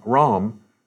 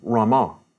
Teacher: Sanskrit has an inherent short A at the end of many words, but most popular Sanskrit-derived languages do not. · Shown in: second take · So the name of the increasingly popular god Ram would be pronounced in Sanskrit as Rama.